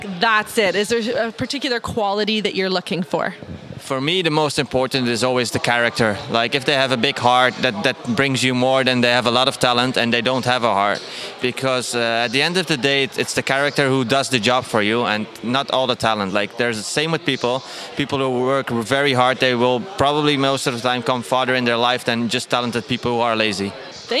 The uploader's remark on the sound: recorded the interview in the tent upside the show ring at the Dutch Young Horse Championsip in Ermelo.